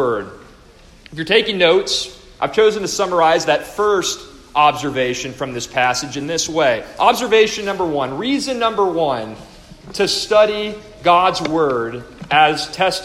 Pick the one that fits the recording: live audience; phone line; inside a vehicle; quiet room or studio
live audience